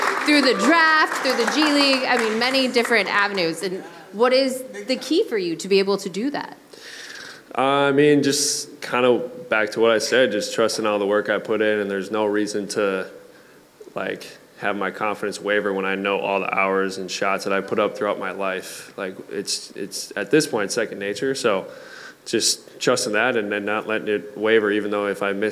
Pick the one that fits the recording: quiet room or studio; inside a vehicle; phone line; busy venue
busy venue